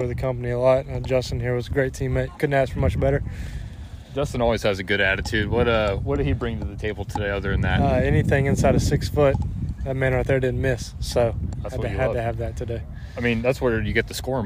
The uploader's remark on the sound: Recap Clash at The Johnson City Country Club. Interviews recorded live on the course.